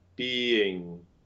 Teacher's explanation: In the word being, then we actually get both these sounds back to back, the closed lowercase I and the capital uppercase open I. Yep, and they can both be there purely as written, as transcribed, being.